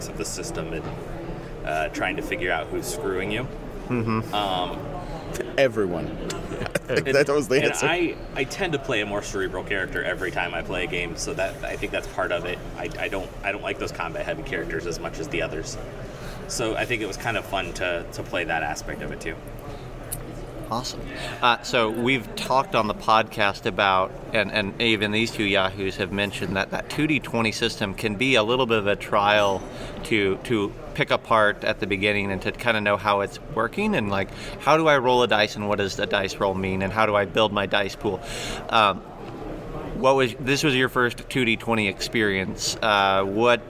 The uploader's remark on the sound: Live From Fort Wayne, It’s Winter Fantasy! We are coming at you LIVE from the Grand Wayne Center in beautiful and blustery downtown Fort Wayne.